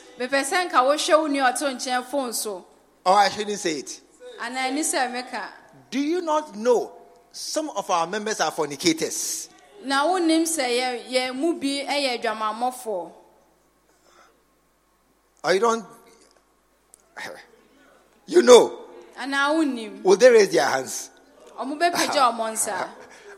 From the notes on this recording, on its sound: Preached at the True Vine Cathedral, Bantama.